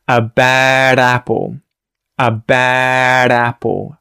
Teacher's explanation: So, you aren't going to hear a D sound. You're going to hear a T flap or D flap sound where the tongue flicks across the top of the roof of the mouth and it's not a D sound.